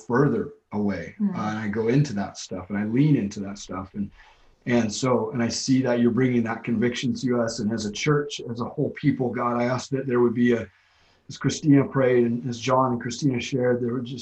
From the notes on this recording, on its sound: LWRV Zoom Church.